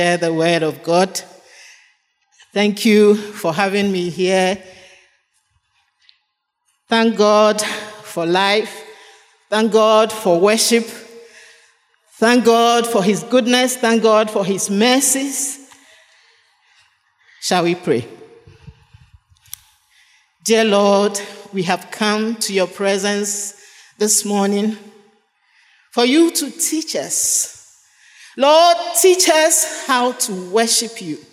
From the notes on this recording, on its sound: Sermon preached at CBC Shiashie Campus